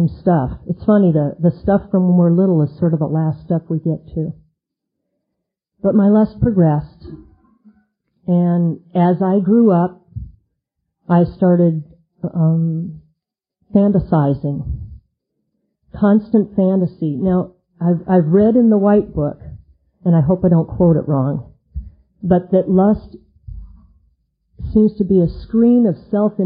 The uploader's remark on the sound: 2001 Unity Conference - Lunch Speaker